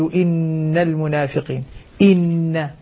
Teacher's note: أرجو أن تحقق الهمزة من أقصى الحلق، من أقصى الحلق.